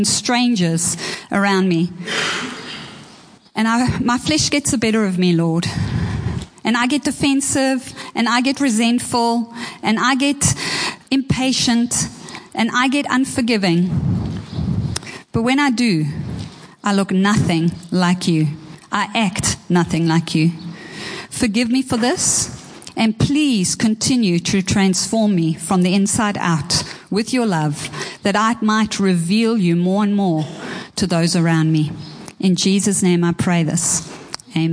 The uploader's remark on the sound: Preached at Horsham Downs on 14/01/24.